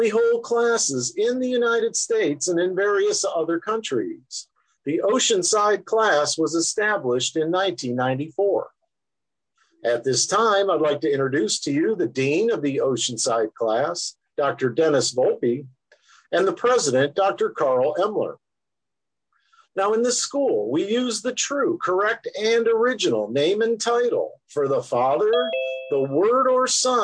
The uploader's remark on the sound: Oceanside Zoom Class